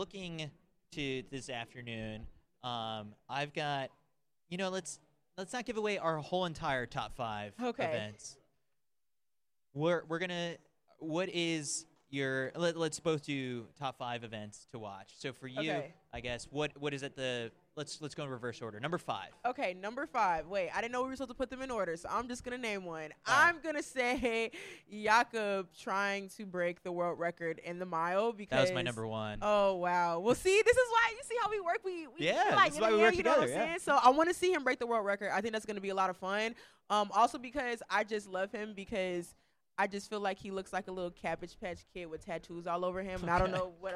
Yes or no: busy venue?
yes